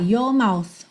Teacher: Como não tem a enrolada da língua no R, your mouth, fica mais fácil até de juntar